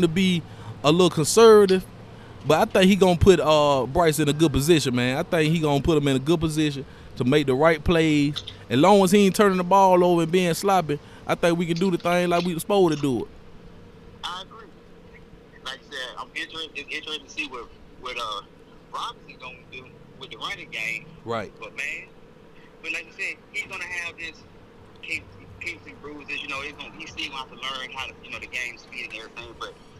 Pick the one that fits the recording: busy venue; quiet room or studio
busy venue